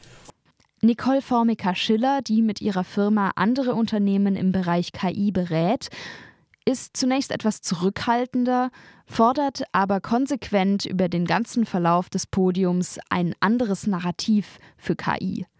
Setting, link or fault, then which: setting, busy venue